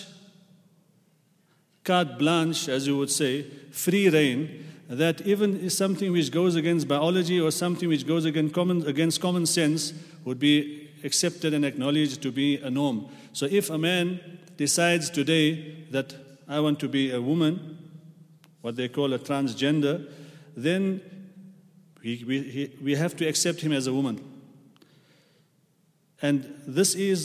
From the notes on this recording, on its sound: at the Houghton Masjid (West Street)